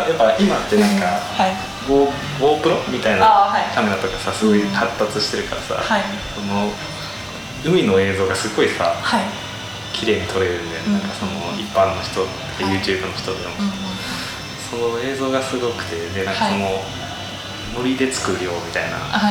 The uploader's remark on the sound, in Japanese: 今回もカラオケボックスでの録音のため音質的に聞き苦しい点が多々ございます